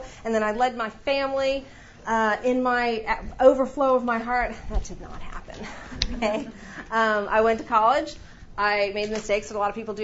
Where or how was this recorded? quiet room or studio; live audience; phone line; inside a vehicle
live audience